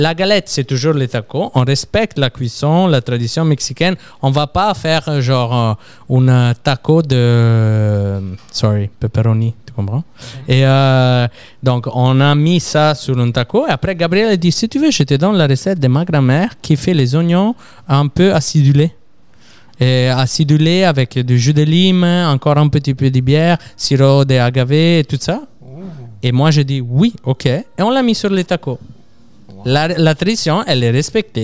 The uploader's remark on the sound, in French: Merci au restaurant Lola Rosa de nous avoir accueilli pour enregistrer le podcast